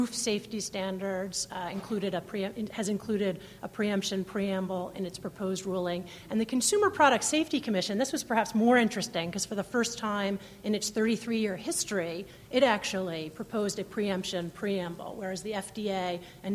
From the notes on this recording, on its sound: The Federalist Society's Administrative Law Practice Group presented this panel discussion at the 2006 Annual National Lawyers Convention.